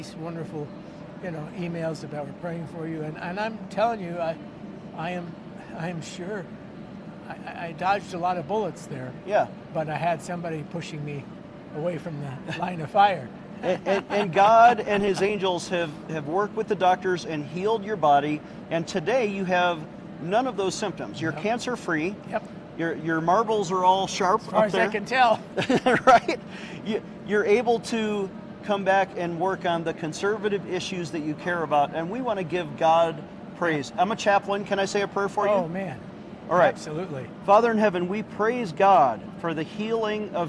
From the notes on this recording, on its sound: on location at the Western Conservative Summit